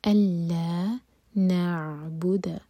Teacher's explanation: عین ساکن پر تھوڑا ٹائم دیں تاکہ جھٹکا نہ ہو